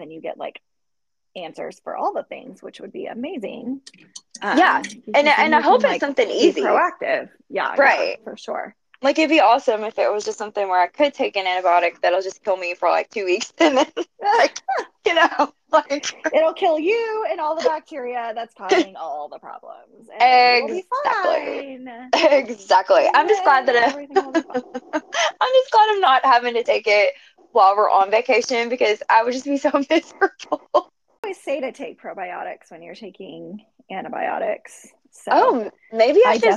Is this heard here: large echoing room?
no